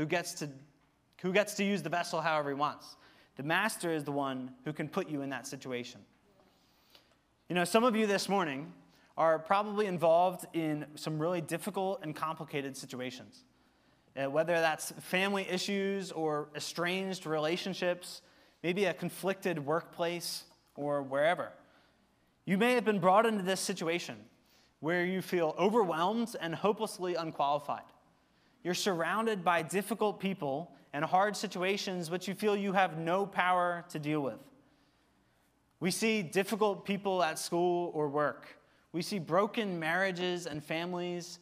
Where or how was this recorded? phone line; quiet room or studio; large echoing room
large echoing room